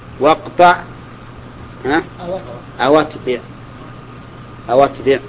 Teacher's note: أو يتبع لأن همزة في قوله أتبع همزة قطع، وأو ساكنة، فنقلت حركة همزة القطع إلى الواو الساكنة